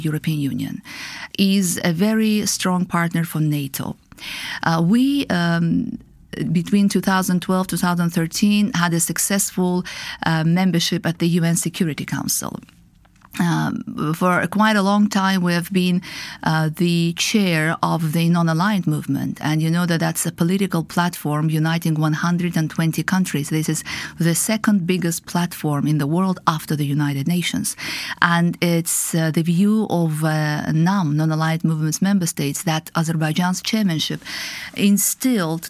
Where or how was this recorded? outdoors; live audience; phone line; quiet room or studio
quiet room or studio